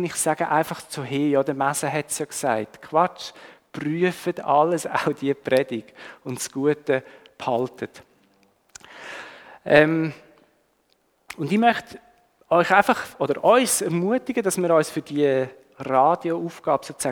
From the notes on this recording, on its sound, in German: Die Aufnahme wurde im 9:15 Uhr Gottesdienst gemacht.